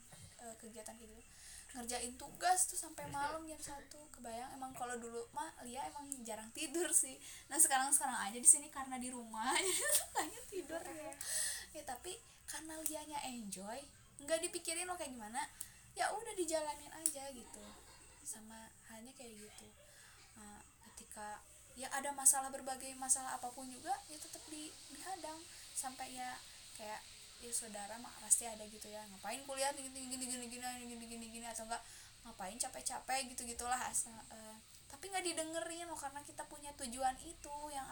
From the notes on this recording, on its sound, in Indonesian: Dan yaa ga sengaja untuk record. Alhasil banyak noise.